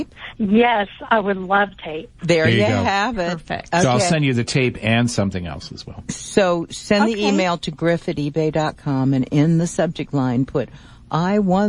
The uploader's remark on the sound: Open phones. EBay Radio.